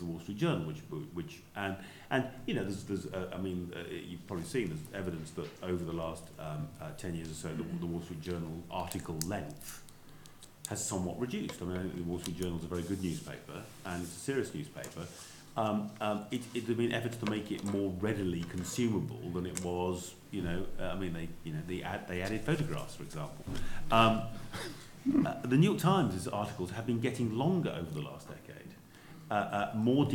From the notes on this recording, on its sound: Panel debate at the 30th Anniversary Reunion of the Journalism Fellow Programme.